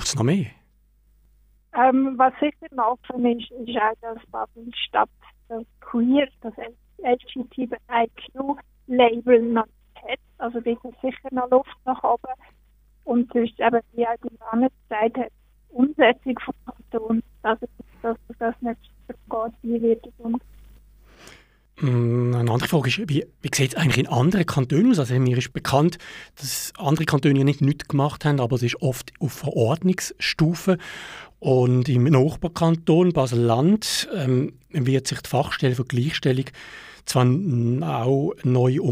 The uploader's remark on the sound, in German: Ein Überblick zur Debatte des Grossen Rates in Basel-Stadt sowie ein Telefoninterview.